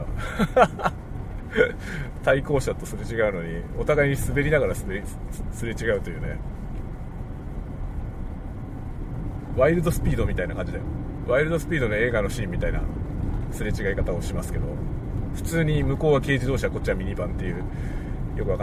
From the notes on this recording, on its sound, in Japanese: ドライブ雑談。仕事の講演に行く道中、車を運転しながら雑談する車内収録です。使用マイク：TASCAM X6。